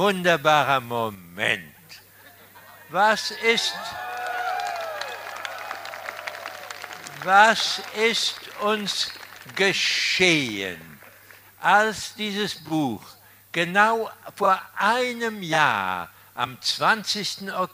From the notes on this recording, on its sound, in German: Aufzeichnung der Ansprache. Live Mitschnitt: Radio Helsinki, Freies Radio Graz. Ort: Mariahilferplatz, Graz.